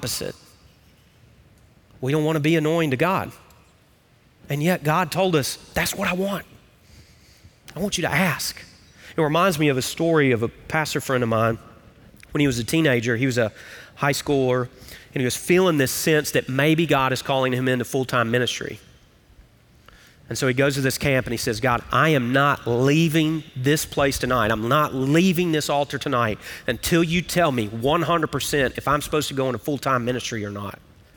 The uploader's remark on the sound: Recorded live at Brookwood Church.